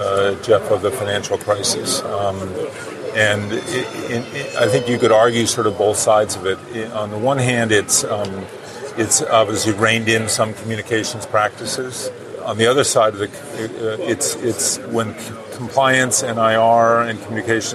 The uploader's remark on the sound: Broadcasting from the Citadel Securities post on the floor of the NYSE